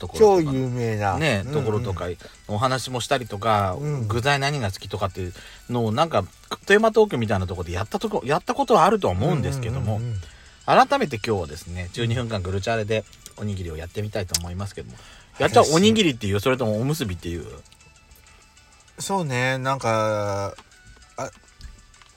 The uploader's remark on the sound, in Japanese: パーキング収録